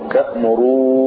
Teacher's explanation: تأمروني بإضغام نون الرفع في نون الوقاية